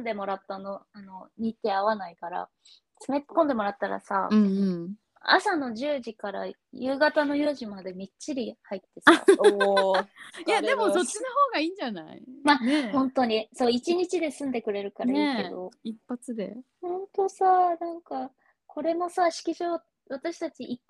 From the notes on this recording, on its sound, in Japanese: 今回はノンアルリモート収録！